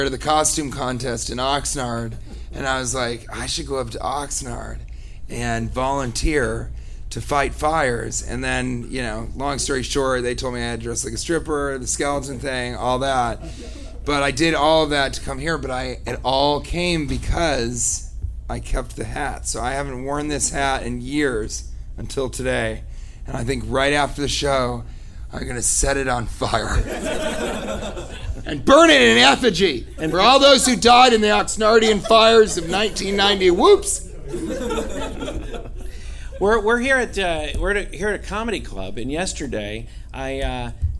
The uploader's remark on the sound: Live from Oxnard Levity Live